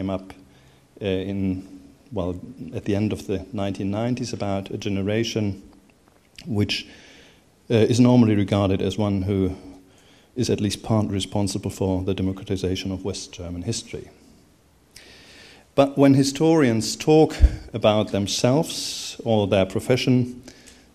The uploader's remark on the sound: Keynote opening lecture given on 8 September 2011 as part of the German History Society Annual General Meeting 2011